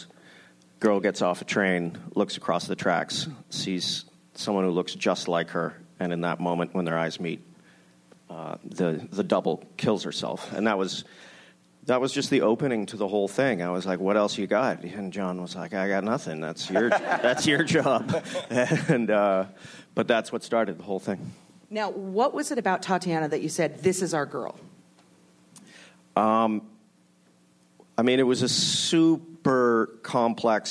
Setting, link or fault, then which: setting, live audience